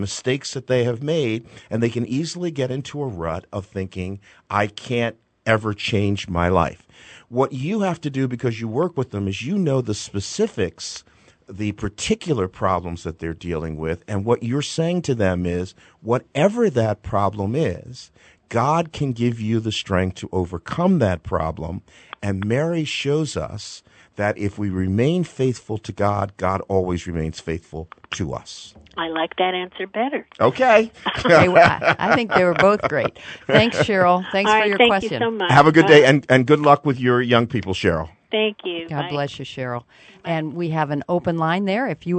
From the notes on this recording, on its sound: this live call in program